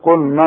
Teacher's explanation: النون دائما مرققة والمد كمان بتاعها مرقق